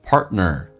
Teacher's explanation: 在口语化当中 partner 那个 t 通常是不发音的，那么到这边气流就阻塞一下，就变成 partner 所以就变成 to your partner 所以这个对听力有很大的一个影响。这句话就变成 If you don't express what you